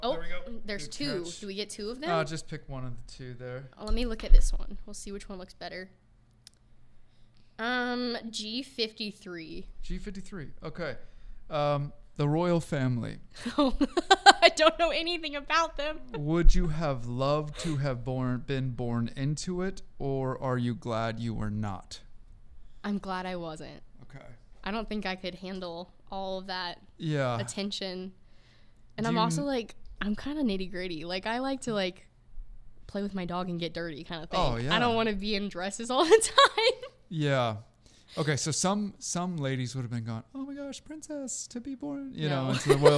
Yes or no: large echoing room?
no